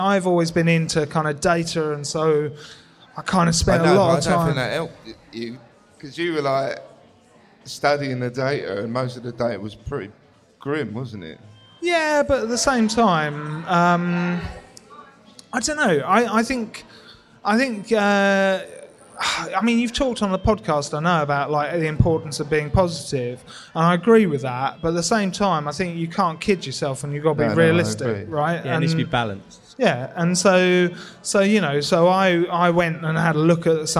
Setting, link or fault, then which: setting, live audience